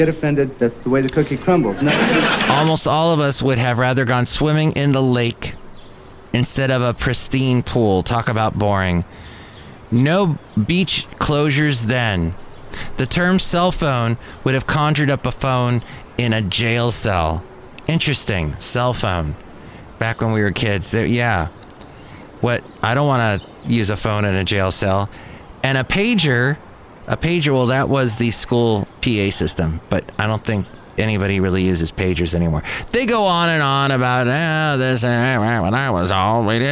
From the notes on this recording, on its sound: podcasts live from Café Anyway